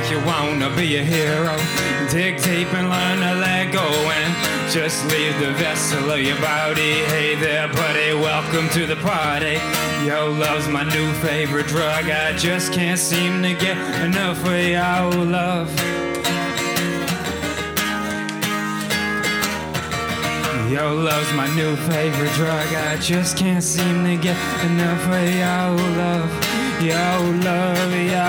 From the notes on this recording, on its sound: Recorded live at Late at the Lake, at Mozart's Coffee Roasters in Austin, Texas on Tuesday, June 21st, 2022.